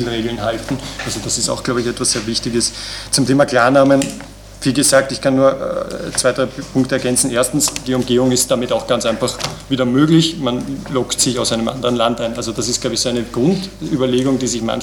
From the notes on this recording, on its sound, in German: Mitschnitte von der Veranstaltung von Mittwoch 11. In der Wiener Digital Society.